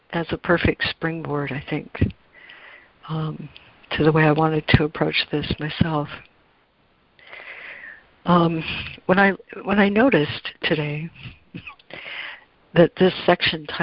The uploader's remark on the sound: ACIM Daily Conference Call